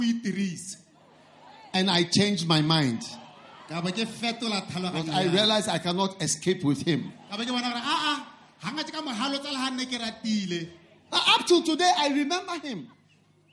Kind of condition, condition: setting, live audience